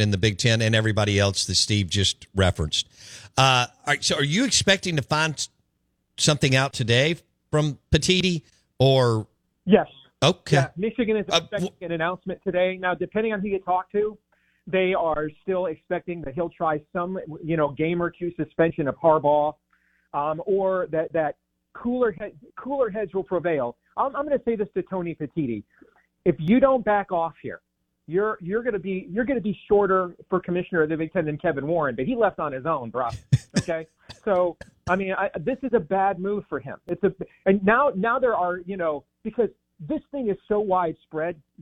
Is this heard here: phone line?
yes